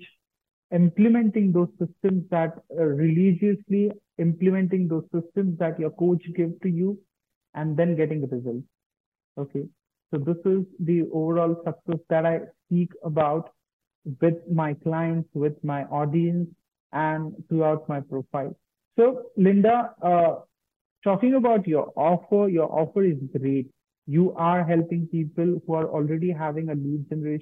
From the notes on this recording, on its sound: On his live zoom session.